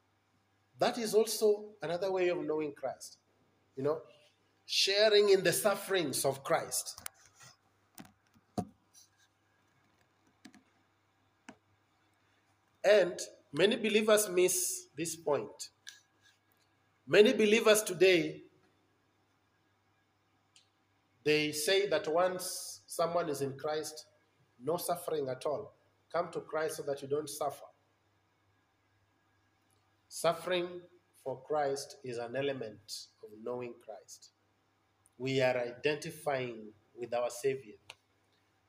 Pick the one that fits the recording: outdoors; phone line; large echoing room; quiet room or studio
large echoing room